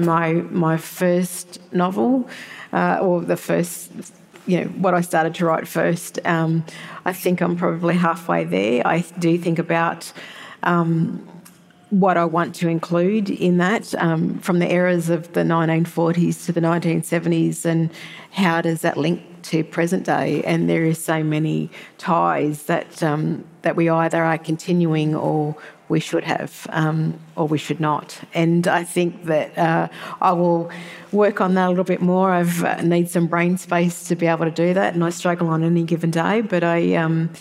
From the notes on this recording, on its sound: For a panel event. This episode was recorded live at the 2023 Sydney Writers’ Festival.